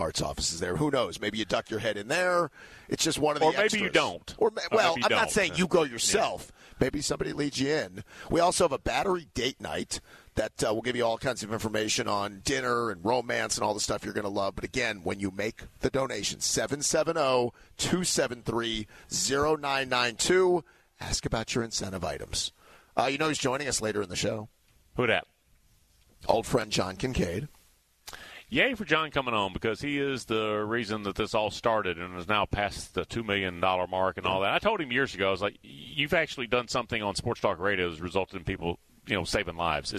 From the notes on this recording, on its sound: broadcast live from Beaver Toyota in Cumming for this year's Radiothon